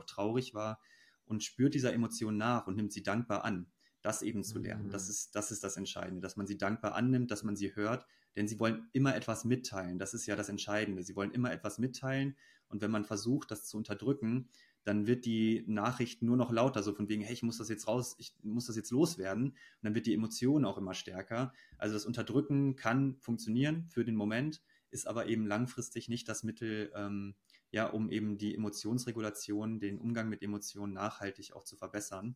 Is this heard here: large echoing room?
no